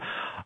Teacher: So if we start making a sound like this, like we did, the ah, and we do ah, and then suddenly go breathy in the middle of that exhale